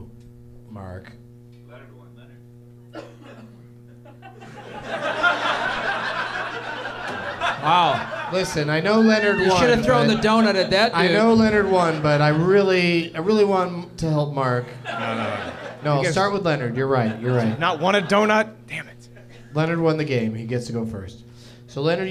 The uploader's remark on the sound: Live from the American Comedy Company in San Diego